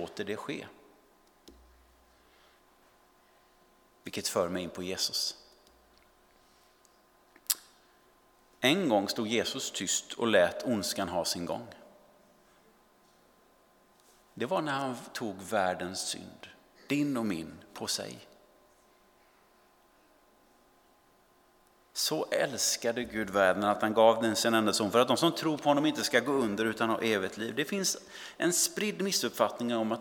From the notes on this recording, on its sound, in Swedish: Inspelning från Immanuelskyrkan Skövde.